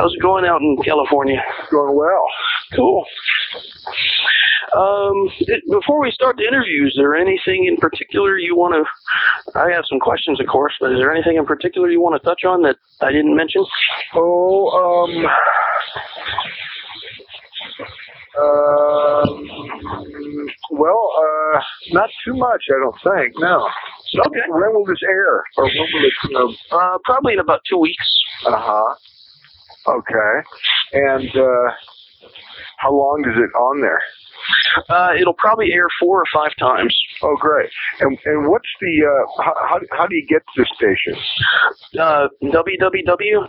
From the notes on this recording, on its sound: do this interview by phone